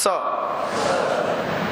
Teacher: अब वहीं से इसका उच्चारण करने से जुबान से थोड़ी सी हवा वहां फेंक करके हम बोलते हैं स, इसको कहते हैं दंत्य स। व्याकरण की परिभाषा में दंत्य स, दांत के मूल में इसका हम उच्चारण करते हैं।